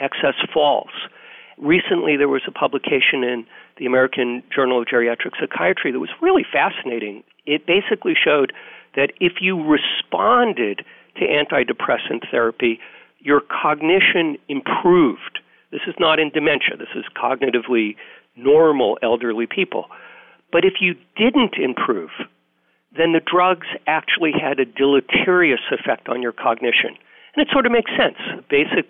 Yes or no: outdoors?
no